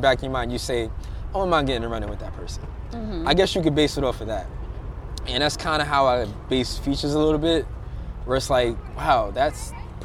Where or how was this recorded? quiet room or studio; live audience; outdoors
outdoors